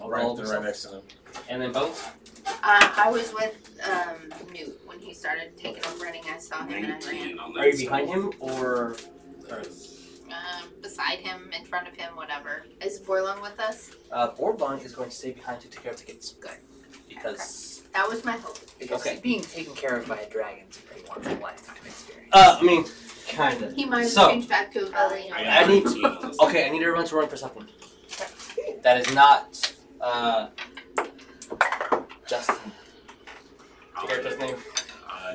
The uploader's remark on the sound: Sorry for the audio issues.